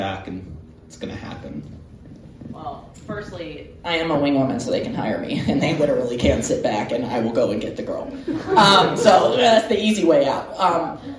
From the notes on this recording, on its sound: A live studio audience. A live Q.